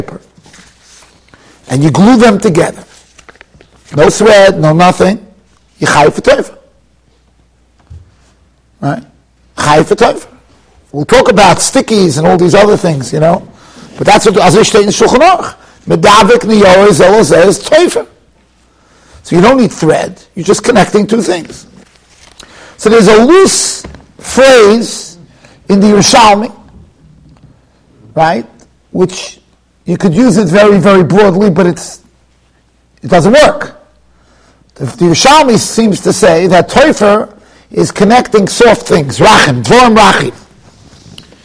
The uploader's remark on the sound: Shiur recorded in Yeshivas Ohr Reuven, Monsey, NY.